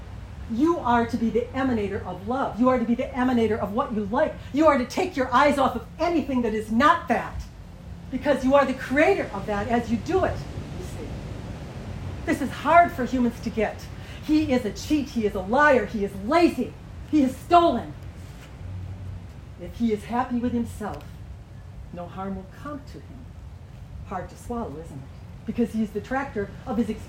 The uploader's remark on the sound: Turks and Caicos Group Session. Group Q&A while on vacation, apologies for background noise while outside.